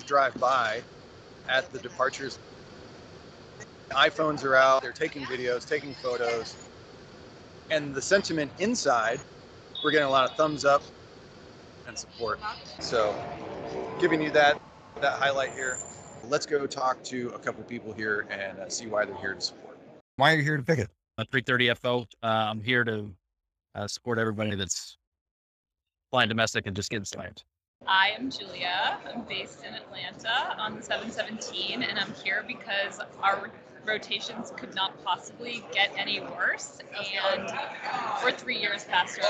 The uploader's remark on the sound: "Live" from the Picketing Line. Records "live" from the informational picketing line at the Atlanta Airport. Short interviews with pilots describing why they are participating in the picket and a unique interview with supportive travelers.